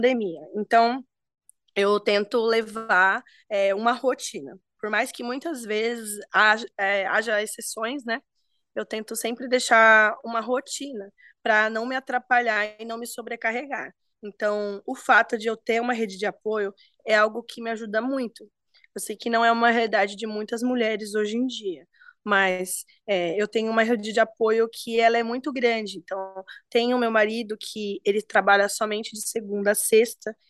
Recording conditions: video call